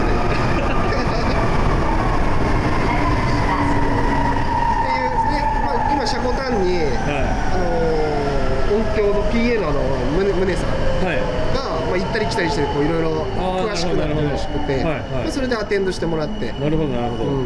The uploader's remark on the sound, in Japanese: 札幌市営地下鉄南北線オフライン収録！※地下鉄内収録のため環境音注意。今回は札幌市営地下鉄南北線真駒内駅からオフライン収録！地下鉄内での収録のため環境音抜群でお送りとなりますのでご注意ください。